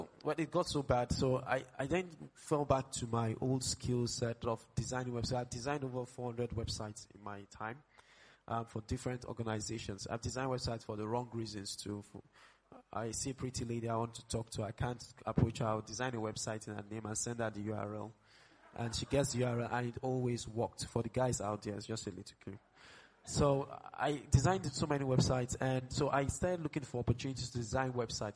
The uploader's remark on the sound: Live Episode of LSW18.